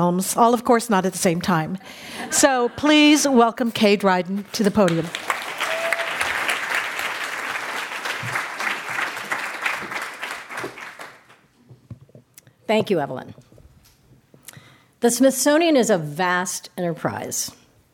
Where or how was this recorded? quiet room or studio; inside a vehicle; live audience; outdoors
live audience